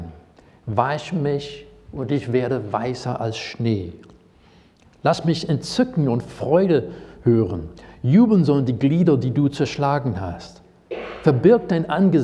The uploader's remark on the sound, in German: Predigt aus dem Gottesdienst